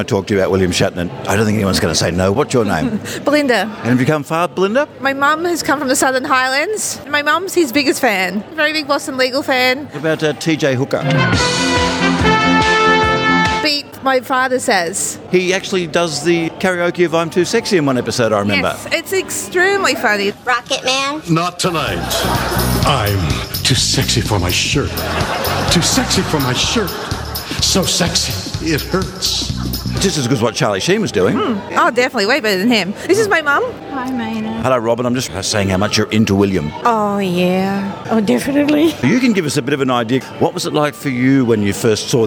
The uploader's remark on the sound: the frankly overexcited crowd that came from far and very wide to see his live solo show at The State Theatre in Sydney in October 2018